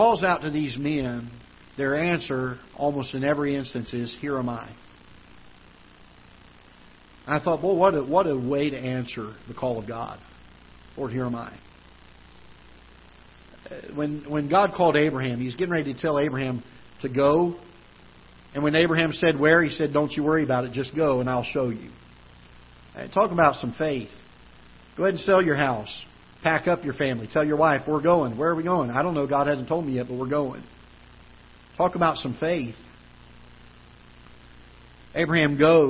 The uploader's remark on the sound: Ketha Heights Baptist Church ~ Live Broadcast